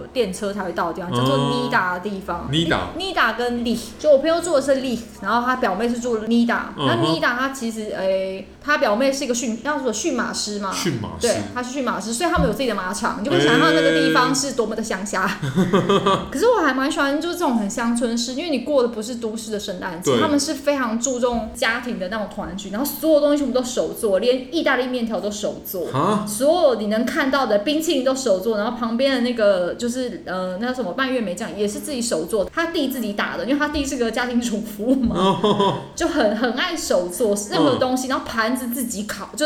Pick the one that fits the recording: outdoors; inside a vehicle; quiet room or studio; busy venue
busy venue